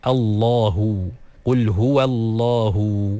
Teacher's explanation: Jadi nama Allah SWT pun perlu disebut dengan cara yang betul, dengan huruf lam yang ditaglidhkan, yang ditebalkan.